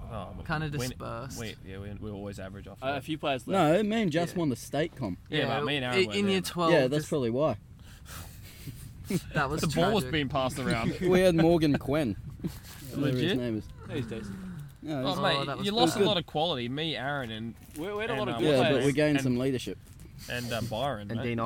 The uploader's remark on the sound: We recorded this podcast together in a 10 man tent whilst camping down the coast of Australia